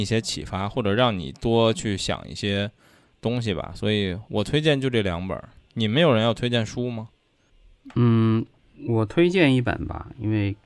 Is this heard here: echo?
no